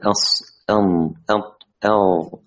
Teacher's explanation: التصاق طائفتي اللسان بالحنك الأعلى عند النطق بحروف الإطباق